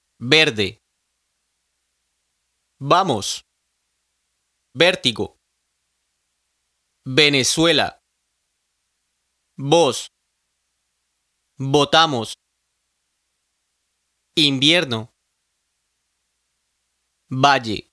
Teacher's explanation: The consonants in this section, B and V, are pronounced exactly the same way. At the beginning of a word or following another consonant, the B and V sound just like the B in buffalo.